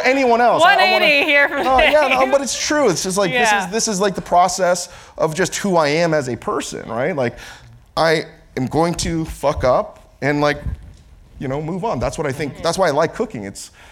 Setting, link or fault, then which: setting, live audience